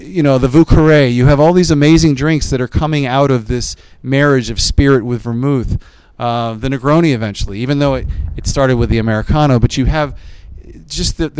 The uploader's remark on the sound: coming to you (not even remotely) live from the San Antonio Cocktail Conference